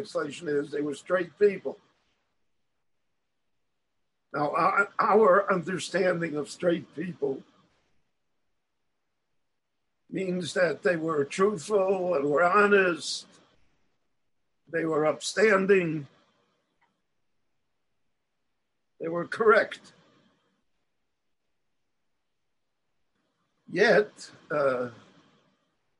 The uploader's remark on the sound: The following lecture was delivered LIVE in Jerusalem via Zoom on December 31, 2020.